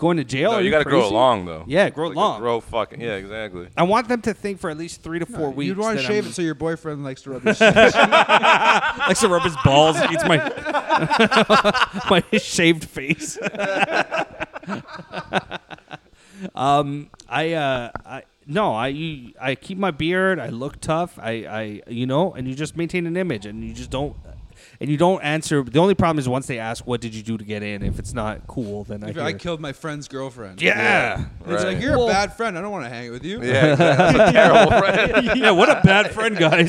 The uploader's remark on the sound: recorded at Rivals Sports bar